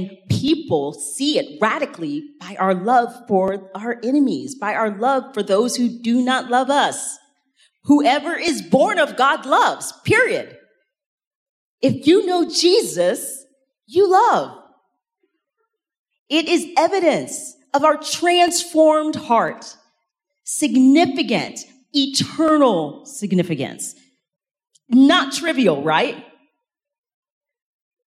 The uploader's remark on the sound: In this second main talk from the Rooted 2023 conference in Franklin, Tennessee.